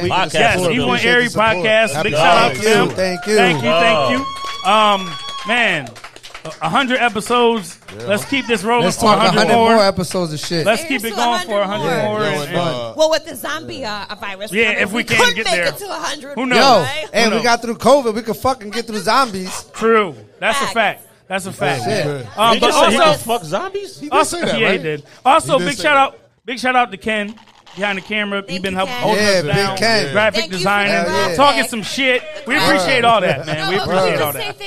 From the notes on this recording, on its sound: Live at Central Square, round 2.